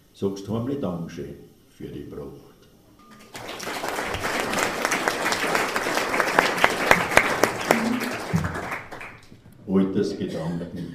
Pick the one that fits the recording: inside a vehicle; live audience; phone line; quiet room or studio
live audience